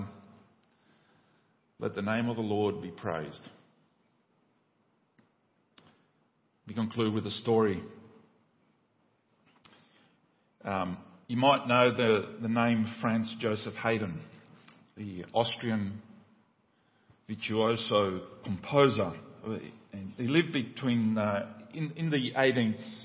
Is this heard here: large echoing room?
yes